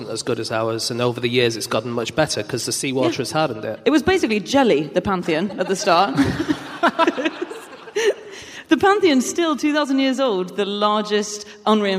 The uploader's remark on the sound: Live from Berlin